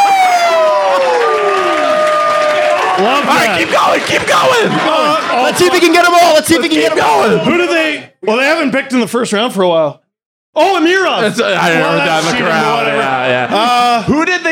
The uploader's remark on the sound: Live from The Mansion in Kingston, Ontario! They take questions from the audience.